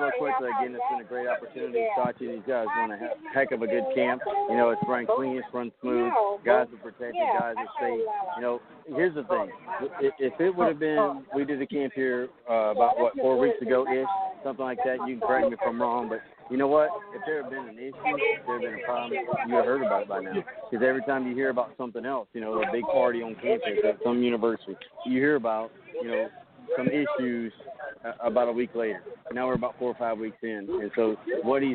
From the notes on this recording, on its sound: Rolling live from Charolotte NC at the Carolina eXperience Showcase. The fellas will have live updates and interviews with players and coaches and maybe a few other who are in attendance.